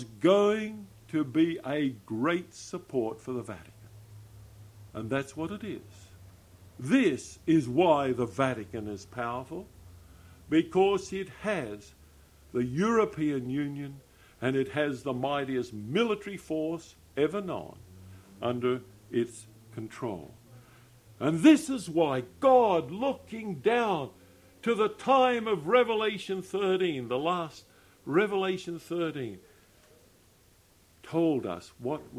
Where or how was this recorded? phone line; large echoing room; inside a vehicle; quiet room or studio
large echoing room